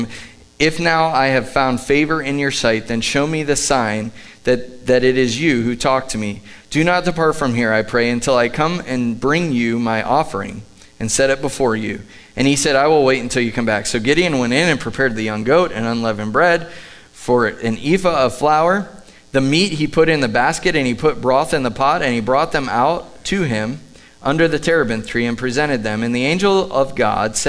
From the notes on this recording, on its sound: Live from The Summit Church in Dover, OH